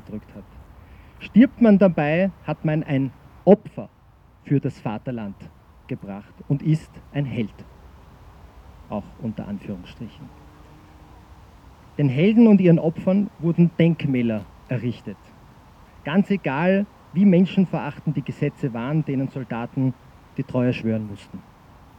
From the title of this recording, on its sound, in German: O-Ton] Nie wieder Gleichschritt – Deserteursgedenken am 26. Oktober 2023 im Wiener Donaupark